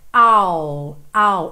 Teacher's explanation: Eu começo o som do I, mas eu não termino. Não faço esse I. Eu pego do I'll e já boto o L ali. · Term: I contraído com will